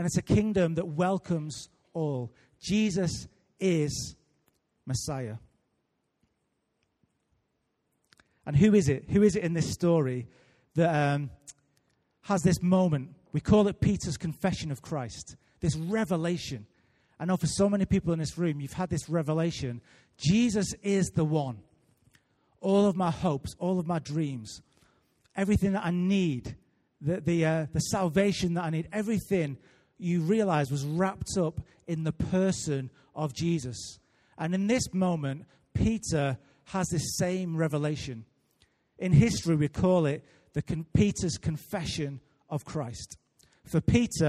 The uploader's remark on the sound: Recorded live at Life Church Lancashire